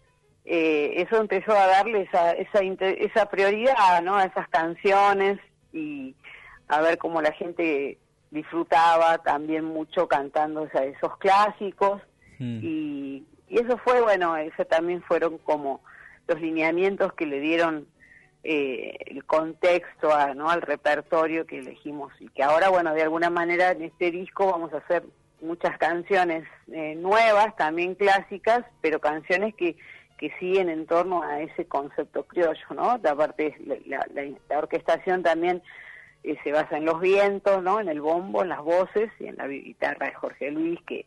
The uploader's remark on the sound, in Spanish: Charla telefónica